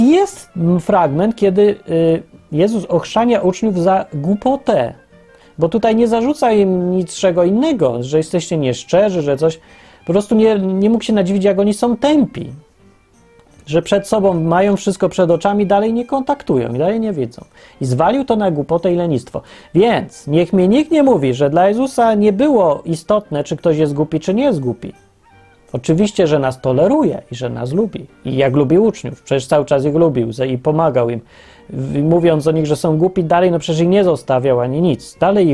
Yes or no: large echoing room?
no